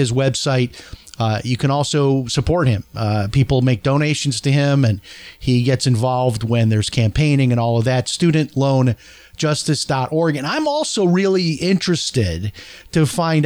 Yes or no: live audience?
no